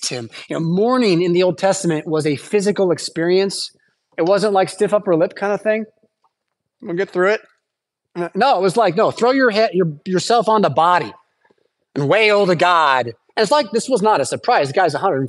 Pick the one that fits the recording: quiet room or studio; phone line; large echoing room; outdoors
large echoing room